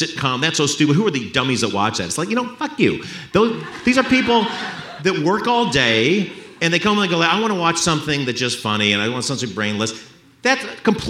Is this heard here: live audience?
yes